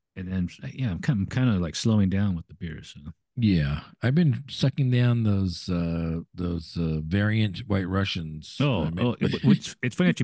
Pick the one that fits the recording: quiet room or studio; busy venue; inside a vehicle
quiet room or studio